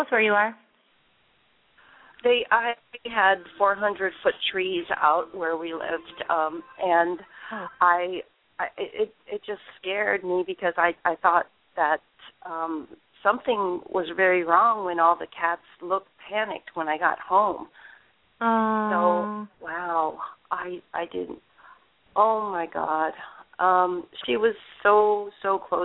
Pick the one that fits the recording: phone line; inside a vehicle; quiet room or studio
phone line